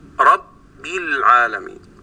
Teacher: الباء حينما تغلق شفتيك لا تسمع منها شيئا إلا بعد أن تفتح فمك، فنقول رب العالمين فيكون نطقها على هذا النحو الحمد لله رب العالمين.